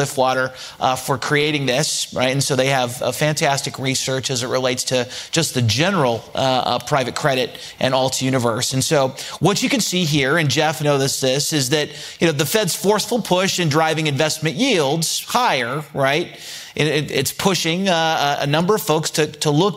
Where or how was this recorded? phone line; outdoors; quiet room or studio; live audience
live audience